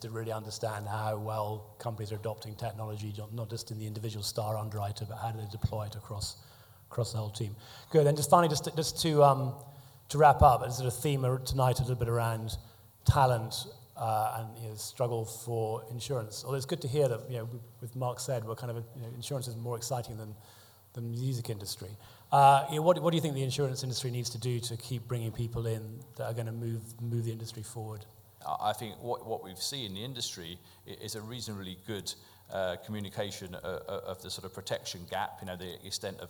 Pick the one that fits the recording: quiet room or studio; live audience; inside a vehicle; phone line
live audience